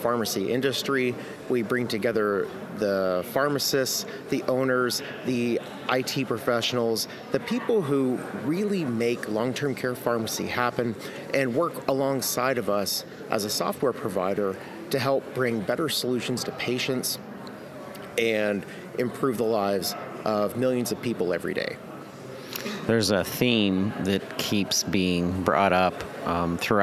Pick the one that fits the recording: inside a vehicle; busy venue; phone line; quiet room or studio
busy venue